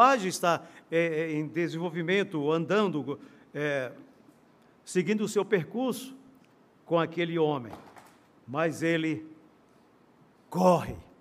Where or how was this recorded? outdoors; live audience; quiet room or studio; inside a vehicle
live audience